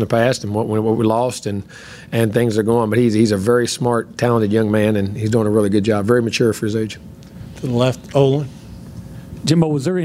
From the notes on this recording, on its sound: press conference following the 62-3 win over Lamar at Kyle Field